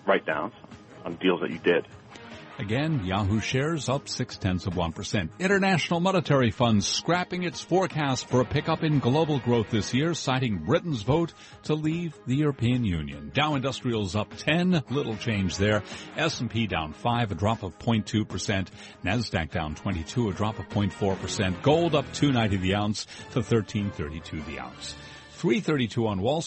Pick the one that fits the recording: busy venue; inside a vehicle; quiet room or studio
busy venue